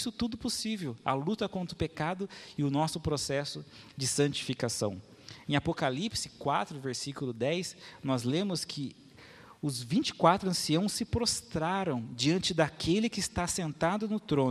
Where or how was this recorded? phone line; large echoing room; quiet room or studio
large echoing room